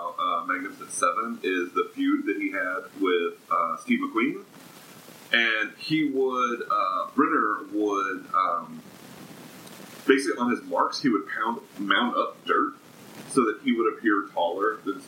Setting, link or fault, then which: fault, poor sound quality